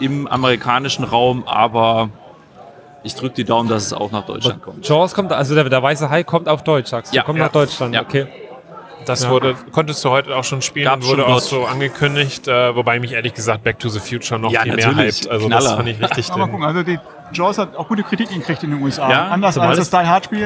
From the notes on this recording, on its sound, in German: Live am Freitag vom Meet’n’Play von der Spiel 2019 in Essen.